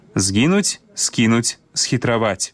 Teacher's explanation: пры літаратурным вымаўленні няма памякчэння гукаў «з» і «с» перад мяккімі заднеязычнымі «е», «кі» і «хі».